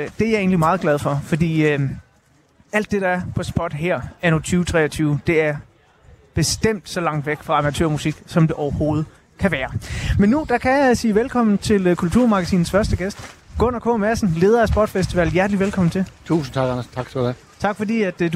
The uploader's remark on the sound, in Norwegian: Live fra Spot-festival